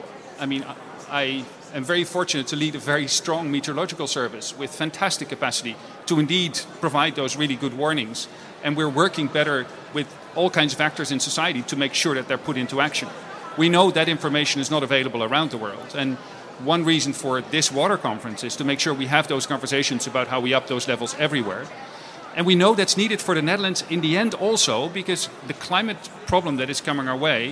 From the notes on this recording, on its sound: This episode was recorded live as one of the SDG Media Zone sessions at the UN Water Conference.